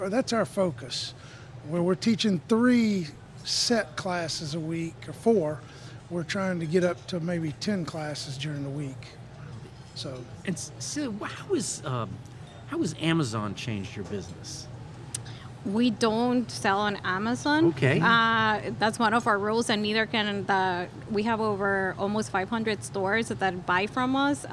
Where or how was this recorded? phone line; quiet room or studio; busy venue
busy venue